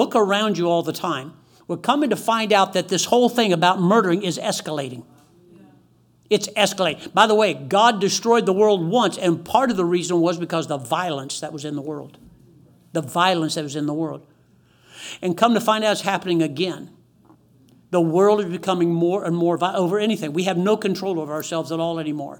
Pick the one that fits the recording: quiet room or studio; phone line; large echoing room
large echoing room